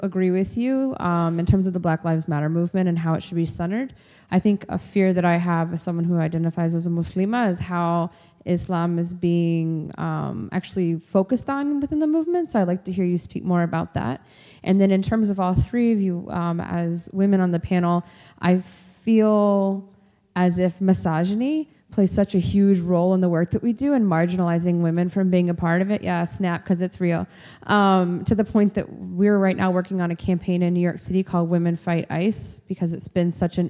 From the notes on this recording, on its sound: Discussion in Plenary. Plenary at DWN's 2016 conference.